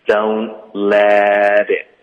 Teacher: don't let 跟 it 我们得连读，特的音要浊化